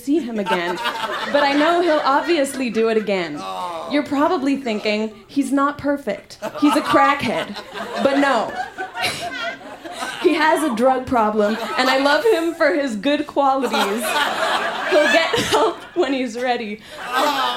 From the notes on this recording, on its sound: Recorded live at La Vitrola in Montreal, QC.